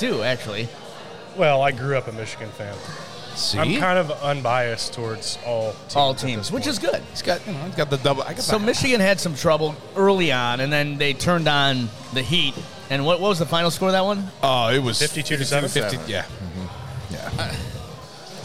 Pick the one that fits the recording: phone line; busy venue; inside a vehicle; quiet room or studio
busy venue